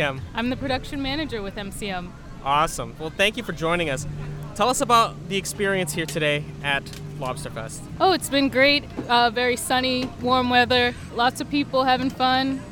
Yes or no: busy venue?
yes